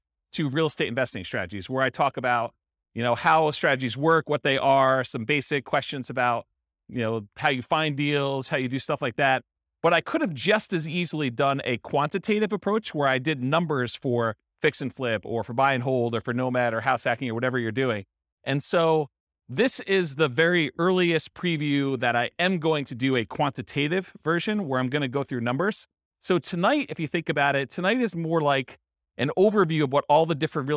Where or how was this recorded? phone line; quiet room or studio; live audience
live audience